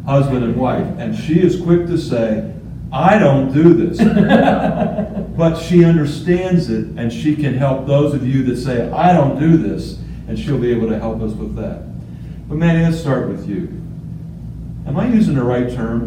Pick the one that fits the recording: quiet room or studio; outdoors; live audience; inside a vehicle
live audience